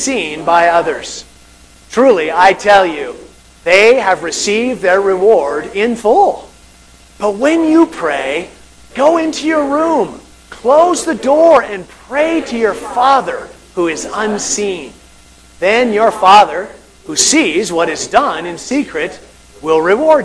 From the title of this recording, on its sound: Audio Problems